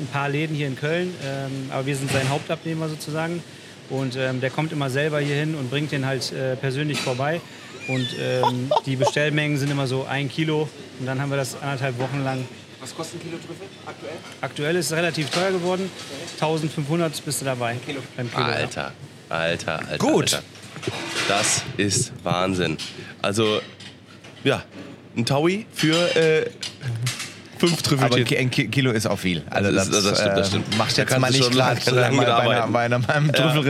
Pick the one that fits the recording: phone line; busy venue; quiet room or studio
busy venue